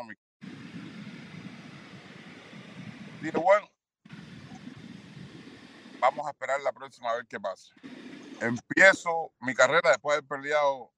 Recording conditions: drop-outs